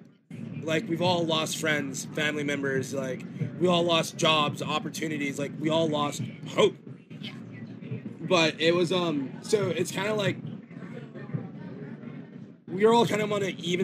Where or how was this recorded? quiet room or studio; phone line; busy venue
busy venue